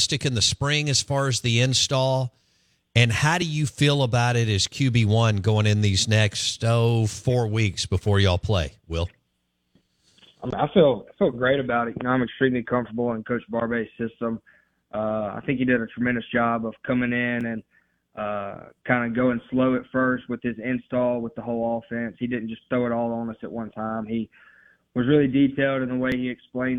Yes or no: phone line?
yes